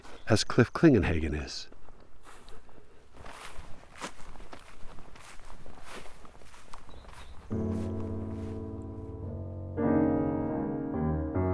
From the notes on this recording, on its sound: It's a lunchtime post -- or, rather, it's a lunchtime recording. I took a hike at lunchtime and recorded while I was hiking (literally, which is why my breathing is a little more apparent than usual).